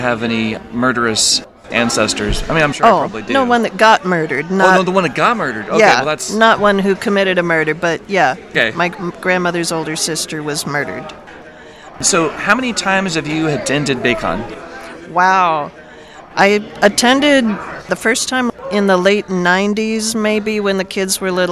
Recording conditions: busy venue